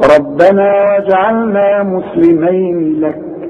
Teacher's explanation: خد بالك انا لما قلت مسلمين لك ما مدتش، ما عنديش مد اطلاقا. شوف ربنا واجعلنا مسلمين لك، ما فيش مد.